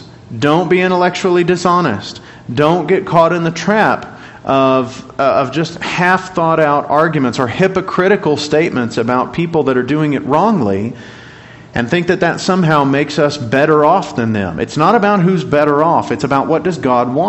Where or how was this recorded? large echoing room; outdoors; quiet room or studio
large echoing room